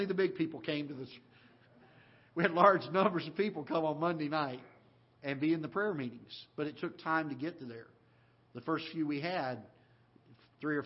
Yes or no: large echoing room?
yes